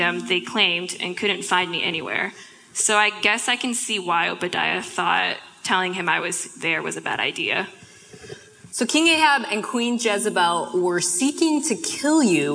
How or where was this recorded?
live audience